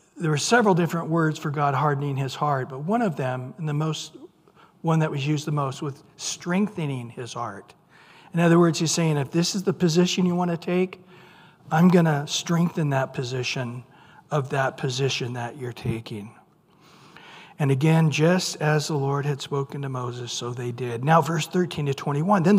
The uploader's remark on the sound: Recorded at Calvary Chapel of Los Alamitos